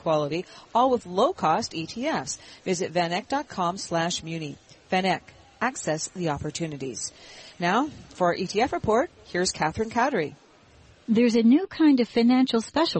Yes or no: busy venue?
yes